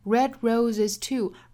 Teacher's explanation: red 尾部的这个 d 的发音我们是可以略掉的，但是要憋这么一下哈，要摆这个口型的